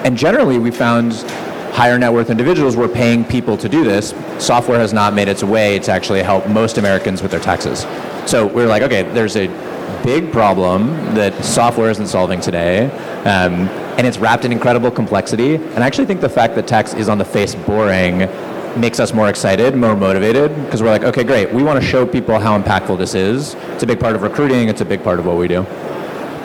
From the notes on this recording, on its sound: Please note this episode was recorded live at Fintech Nexus USA 2023.